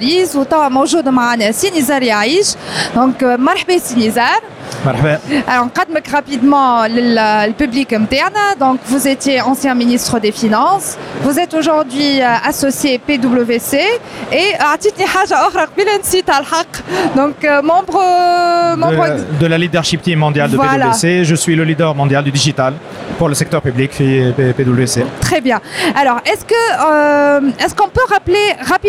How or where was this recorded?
busy venue